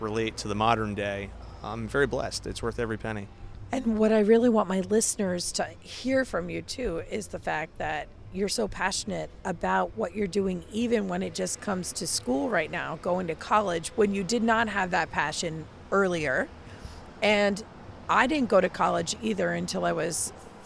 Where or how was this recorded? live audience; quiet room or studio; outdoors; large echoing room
outdoors